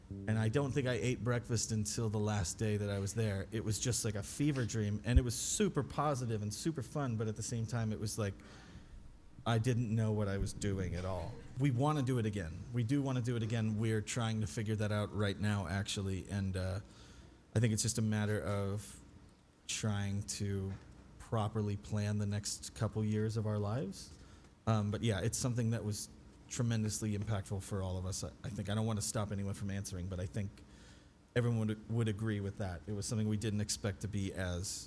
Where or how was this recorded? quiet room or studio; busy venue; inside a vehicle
busy venue